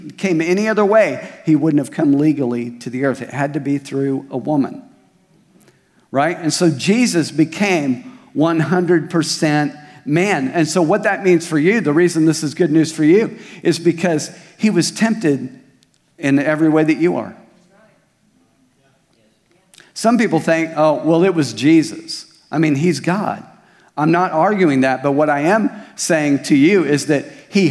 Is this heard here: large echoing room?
yes